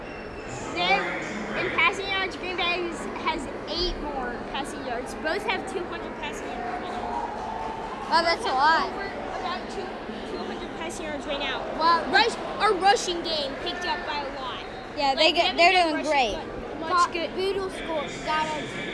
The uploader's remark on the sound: Live from Arrowhead!! Report live from Arrowhead on the final preseason game!